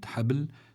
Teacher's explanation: في جيدها حبل من مسد، في عندي في كلمة حبل في عندي باء ساكنة وسكون أصلي هذا، فعندي هون الباء مقلقلة، لكن لكونها في وسط الكلمة بيكون القلقلة أخف مما لو كانت عند الوقف